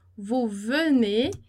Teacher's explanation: Então o E não é pronunciado